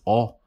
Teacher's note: one of the things that we do in Chicano English is oh, like that oh is way back there. Because in Spanish, it's oh.